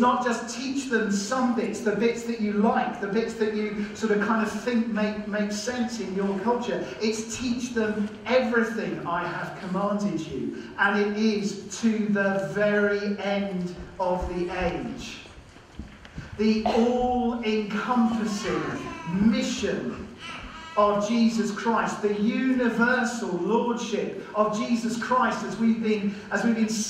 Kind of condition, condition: fault, poor sound quality